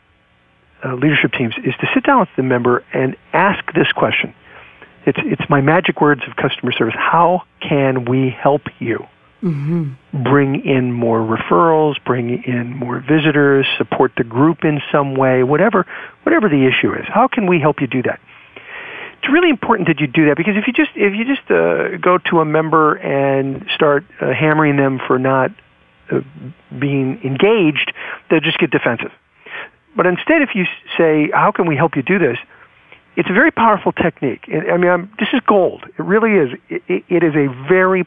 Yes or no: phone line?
yes